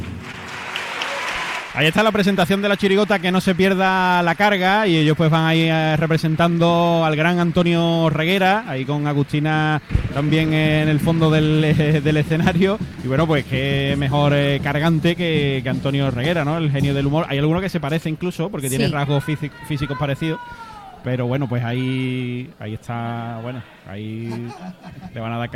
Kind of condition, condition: setting, live audience